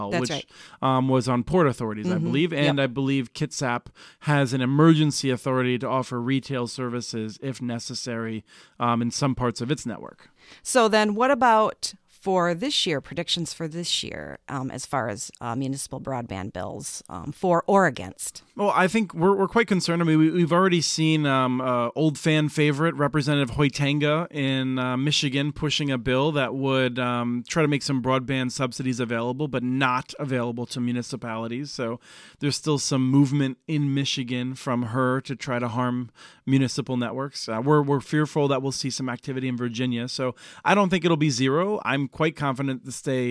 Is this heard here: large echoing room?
no